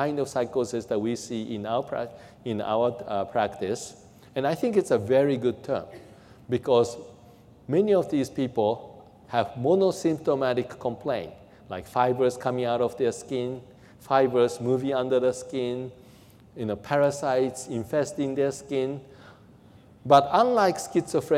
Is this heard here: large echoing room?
yes